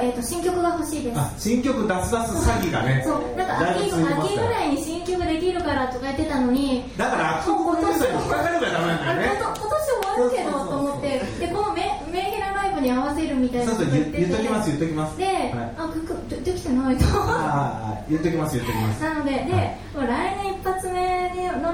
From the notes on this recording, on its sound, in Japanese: ライブ後のライブハウスでの公開ポッドキャスト収録